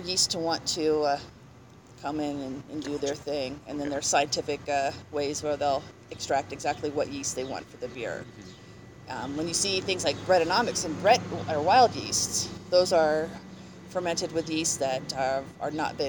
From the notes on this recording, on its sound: We recorded at Shoe's & Brews in Longmont, CO.